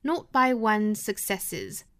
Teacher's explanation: 这个 not 尾部的 t 省读